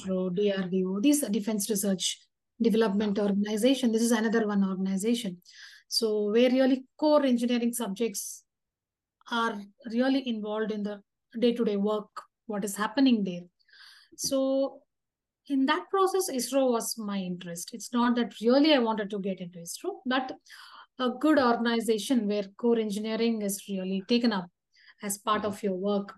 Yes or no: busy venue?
no